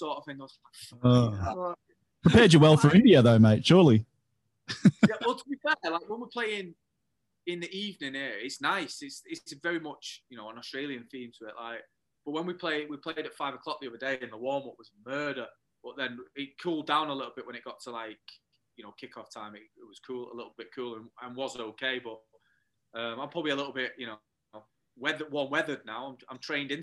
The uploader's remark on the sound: Join us from his hotel room in India. Apologies for the audio quality - it's our first time recording from Zoom!